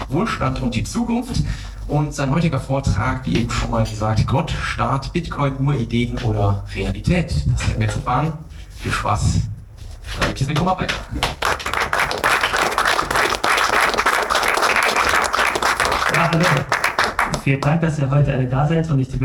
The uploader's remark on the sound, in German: Als Live-Mitschnitt vom Mises Karma Live Event. Im Hotel Princess, Plochingen.